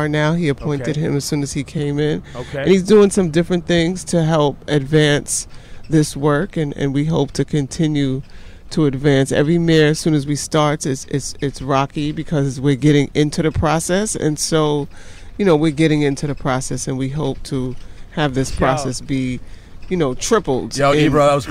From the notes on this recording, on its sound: Live from the Peacemobile. Joins the program live from her Peace Mobile!